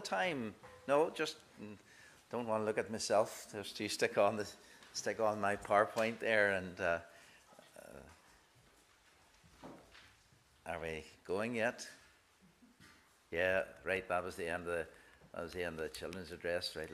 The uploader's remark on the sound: This is the recording of the Bible reading and sermon from our morning service on Sunday 19th March 2023. Minister of 1st Portglenone Presbyterian Church.